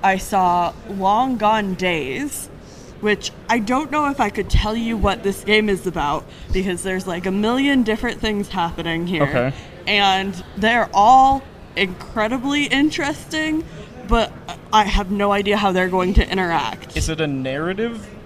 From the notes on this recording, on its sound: Are joined by a slew of wonderful guests to talk about PAX West 2023 live on-location!